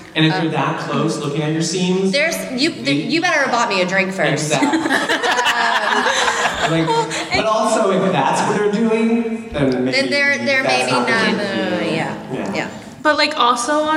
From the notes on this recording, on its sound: Live from Leakycon. Recorded live at Leakycon Chicago.